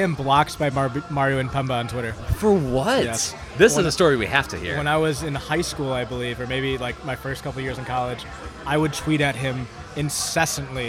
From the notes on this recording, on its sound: The Podcastellanos is live on location at Mootz Pizzeria + Bar on Library Street in Detroit.